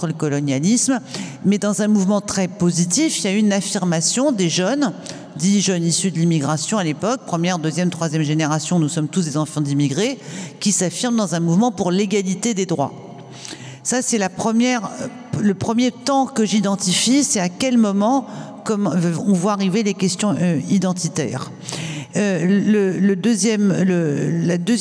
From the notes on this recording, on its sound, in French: Captation réalisée le 9 novembre 2021 à la Bourse du travail (Paris 10)